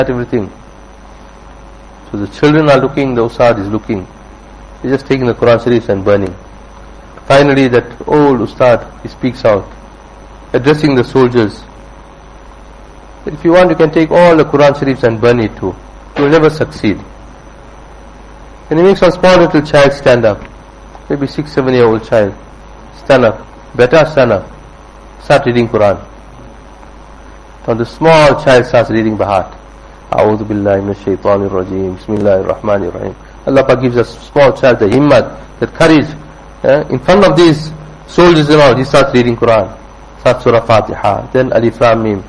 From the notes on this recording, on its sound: Jumuah Lecture at Musalla Musab bin Umayr